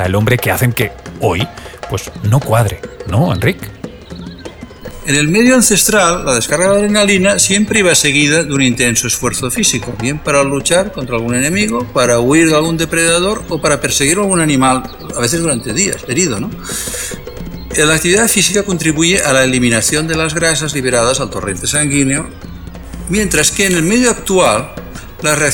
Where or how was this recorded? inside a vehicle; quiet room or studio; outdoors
outdoors